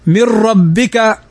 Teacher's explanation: نون ساكنة بعد الراء، والراء من حروف الإدغام بغير غنة. من ربك والراء تكرر كما سبق، وكررن.